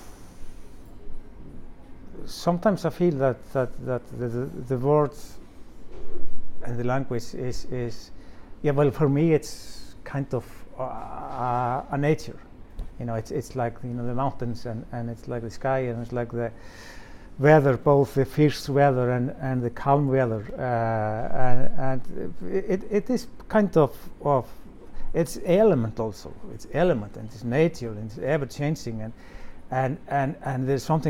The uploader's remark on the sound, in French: au coeur du Littérature Live Festival 2022 de la Villa Gillet